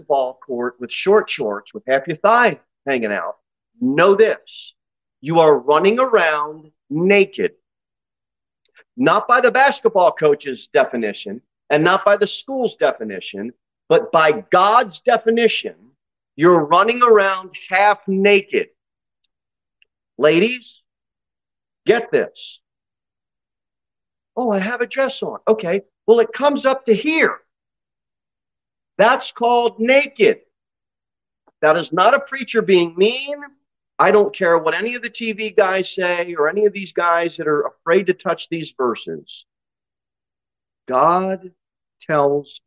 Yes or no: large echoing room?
yes